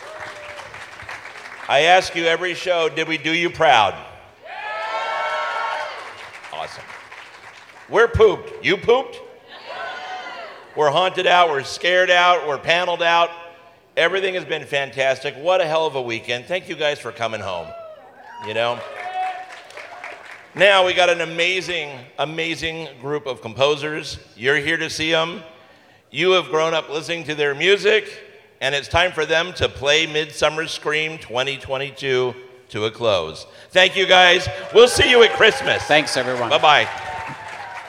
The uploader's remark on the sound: Live from Midsummer Scream 2022. This was a 90-minute presentation featuring talented musicians.